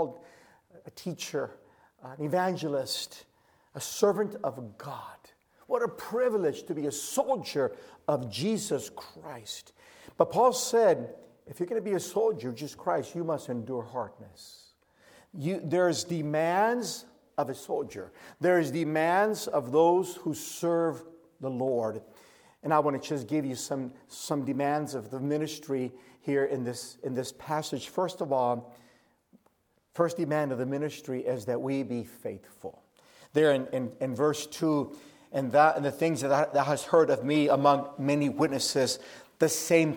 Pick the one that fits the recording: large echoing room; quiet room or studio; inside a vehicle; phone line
large echoing room